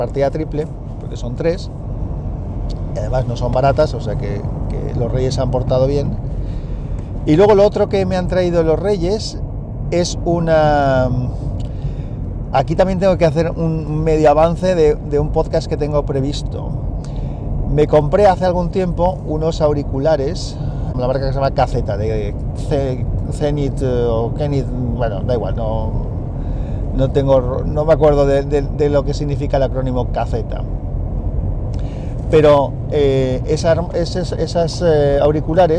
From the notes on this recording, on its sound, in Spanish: Un capítulo de guerrilla grabado en el coche. Podcast grabado en un Samsung Galaxy Note 8 con la aplicación Hi-Q MP3 Recorder y micro Boya BY-LM10.